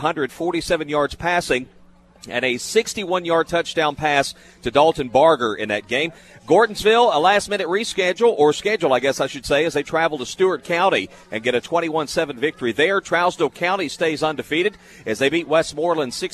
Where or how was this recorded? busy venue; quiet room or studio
busy venue